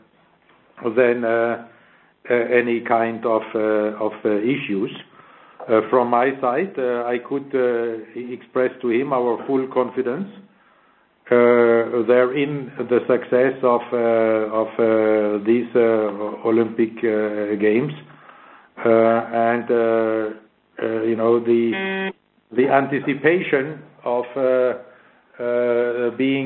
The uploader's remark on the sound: IOC Conference Call